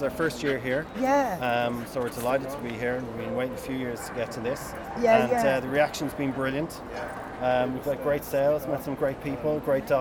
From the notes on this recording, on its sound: catches up with old friends at the first live Crufts in two years